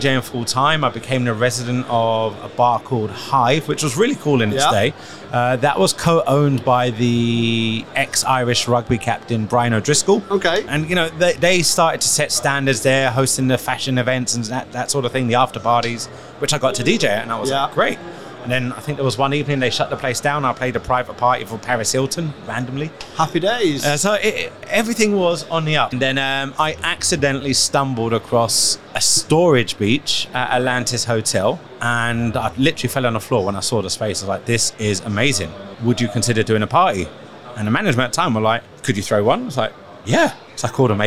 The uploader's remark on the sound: Live from SES